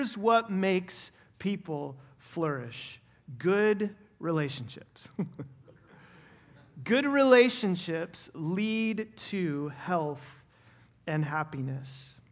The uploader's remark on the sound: Final session at our 2023 Men’s Conference